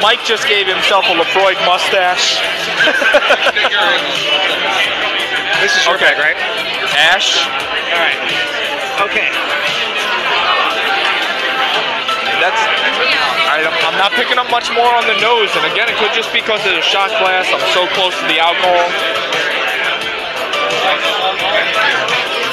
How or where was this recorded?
busy venue